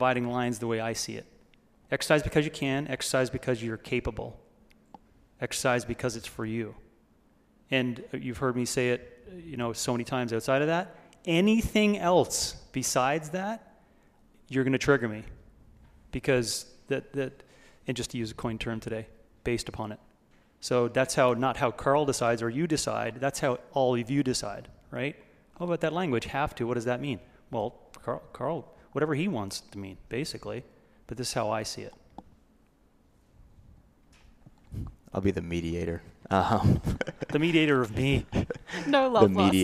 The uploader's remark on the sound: Live from the 2022 OPEX Coaches Summit! Then, we opened it up to the audience for live Q&A.